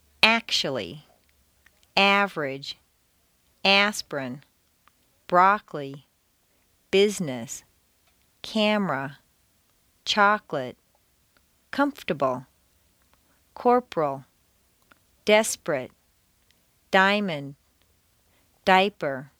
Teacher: Some longer words that are stressed on the first syllable squeeze weak syllables right out. · Term: squeezed out syllables